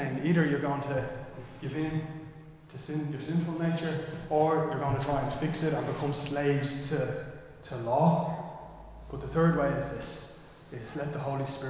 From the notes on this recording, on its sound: Recorded live in Liberty Church on 21 May 2023.